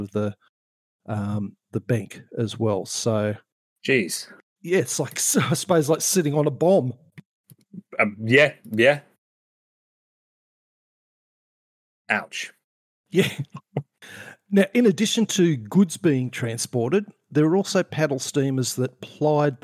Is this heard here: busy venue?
no